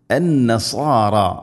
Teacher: സ്വാദ് ഉച്ചരിക്കുന്ന സമയത്ത് സ്വരഭാരത്തിൽ ഉച്ചരിക്കണം, നാവിൻ്റെ മധ്യഭാഗം അണ്ണാക്കിലേക്ക് ഉയർന്നു നിൽക്കണം.